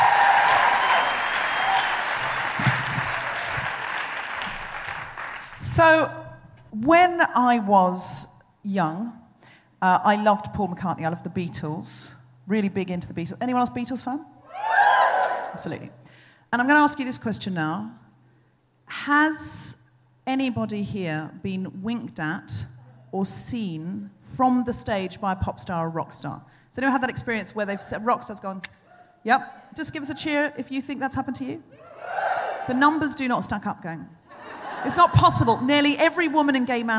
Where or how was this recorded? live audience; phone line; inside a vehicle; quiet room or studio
live audience